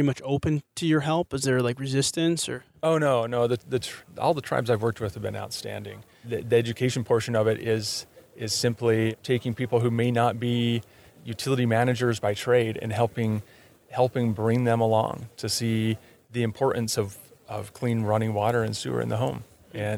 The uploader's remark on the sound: The Civil Engineering Podcast visits Arizona for the SAME JETC conference. Recorded in Phoenix, Arizona, where I interviewed successful individuals at the Society of American Military Engineers (aka SAME) Joint Engineer Training Conference & Expo (JETC).